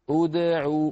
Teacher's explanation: نضم الشفتين عند الهمزة أو ثم نعيدهما إلى وضعهما الطبيعي ونقلقل الدال أود ثم نضم الشفتين مرة أخرى من أجل العين فنقول أودعوا، كله باللطافة ليس يعني ليس بالشدة ولا بالتكلف الزائد المذموم، أودعوا هكذا، أودعوا أودعوا باللطف.